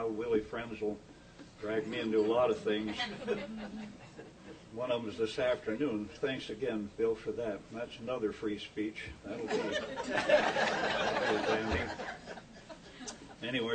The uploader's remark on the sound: WASHINGTON, DC. Addressed a breakfast meeting of The Ripon Society.